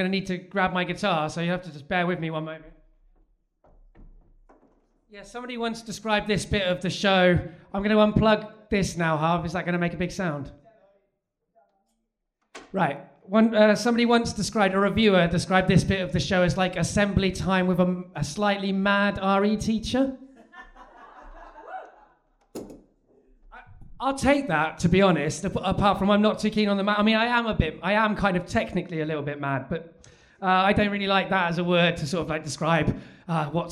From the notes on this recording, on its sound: The third of three live recordings from our Tragic History live event which took place at the Hackney Attic on the 16th May 2014.